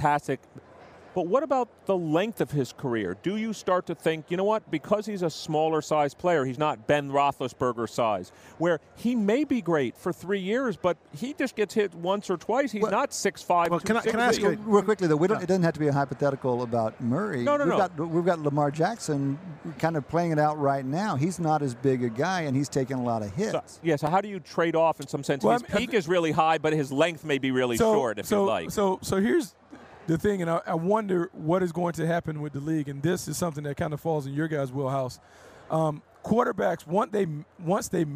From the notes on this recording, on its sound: live from Radio Row at Super Bowl LIII